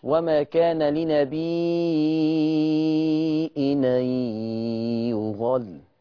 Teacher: لنبي أثبتنا الهمزة بقت مد متصل ست حركات